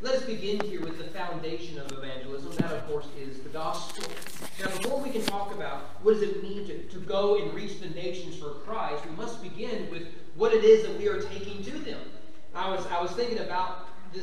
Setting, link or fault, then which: setting, large echoing room